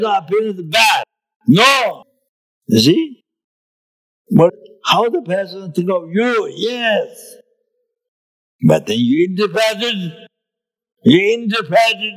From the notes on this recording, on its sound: The teaching for this episode was recorded on May 10, 2018, at Great Stupa Of Universal Compassion, Australia.